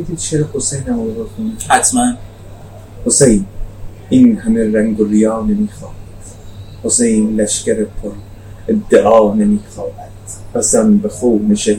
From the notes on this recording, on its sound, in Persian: کیفیت صدا در این اپیزود خیلی پایین هست